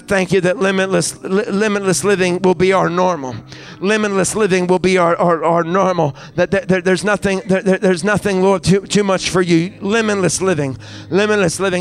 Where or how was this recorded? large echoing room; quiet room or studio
large echoing room